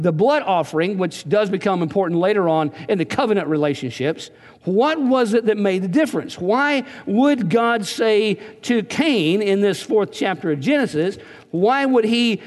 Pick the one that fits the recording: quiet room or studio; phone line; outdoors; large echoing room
large echoing room